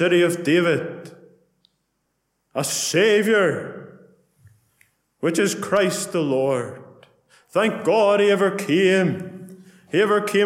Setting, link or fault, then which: setting, large echoing room